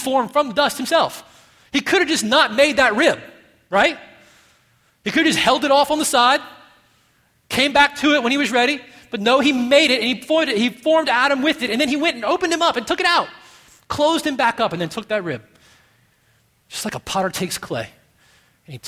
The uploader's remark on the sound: at Redemption Hill Church on Sunday, October 7th, 2012